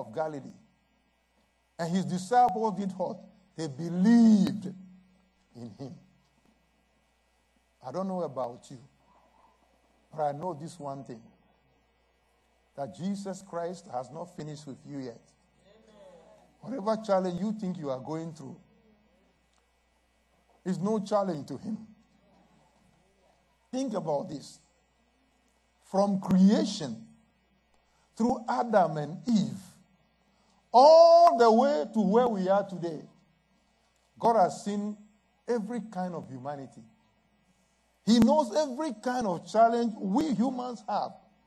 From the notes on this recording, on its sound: at Living Word Assembly of God Church